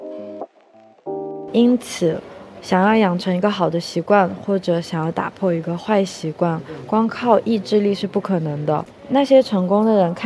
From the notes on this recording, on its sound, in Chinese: 这一期在克罗地亚的杜布罗夫尼克机场录制